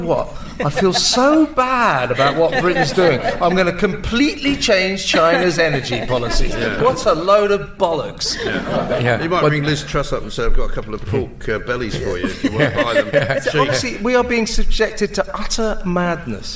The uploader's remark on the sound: LIVE from The Battle of Ideas Festival!